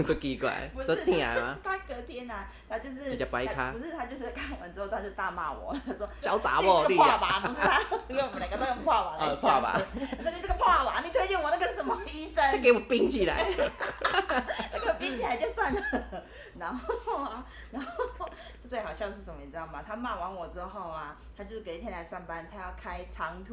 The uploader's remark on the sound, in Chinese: 因錄音場所有更換的關係，音量會忽大忽小聲，敬請見諒！